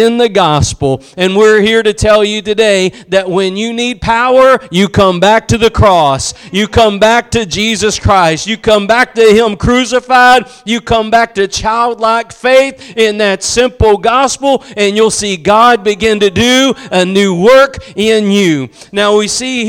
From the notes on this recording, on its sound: Preached at Gospel Lighthouse in Bossier City, La.